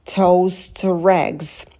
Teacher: Прям все три слова цепляются друг за друга. Toast у нас прицепился к O, и O прицепился к eggs, и мы звук R будем произносить.